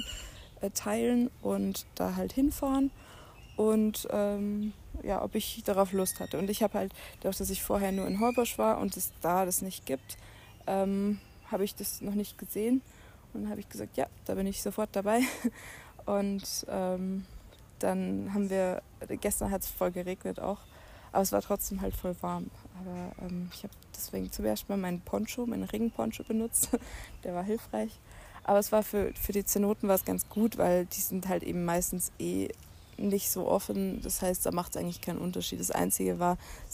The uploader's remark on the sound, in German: Fast live aus der Hängematte im Hostelgarten